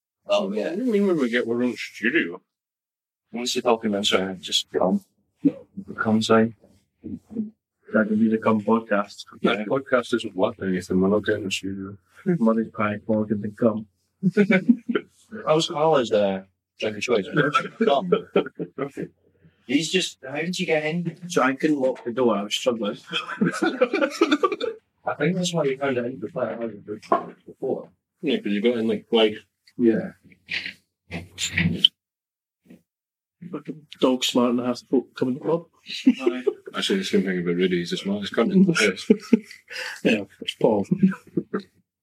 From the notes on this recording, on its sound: This episode has audio damage.